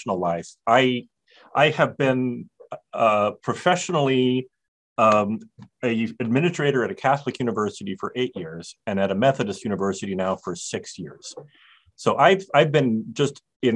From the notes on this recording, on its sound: Webinar/Facebook Live series